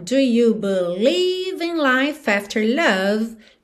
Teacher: Como é de life não é pronunciado, o F já juntou na vogal A de after